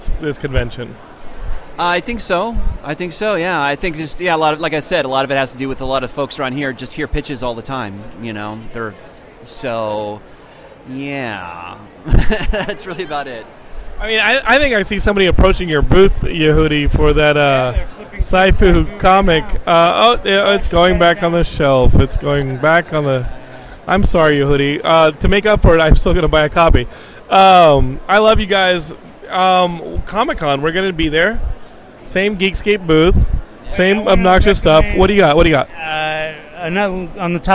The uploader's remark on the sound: Interviews From WonderCon 2018!